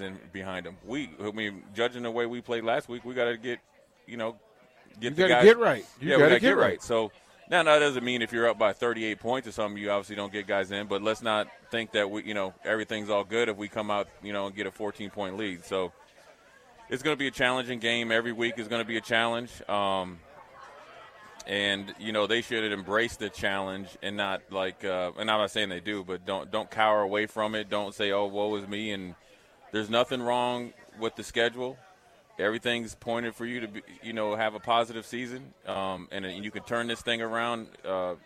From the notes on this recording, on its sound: Live from Cornhusker Bank - September 2nd, 4pm